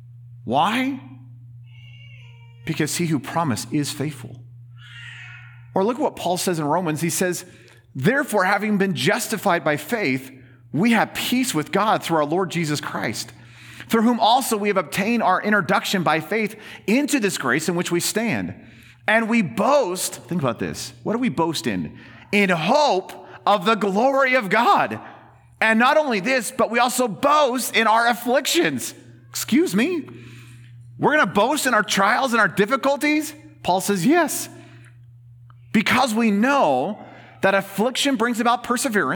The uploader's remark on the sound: In this special bonus episode, recorded as a Sunday sermon.